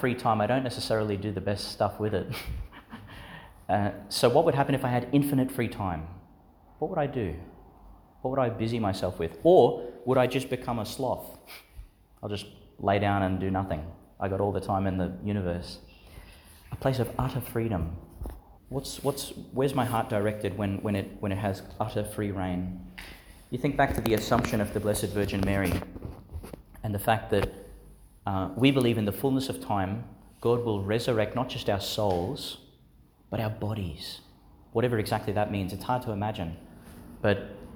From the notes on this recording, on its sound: delivered in St Agnes Church, Agnes Waters, Qld.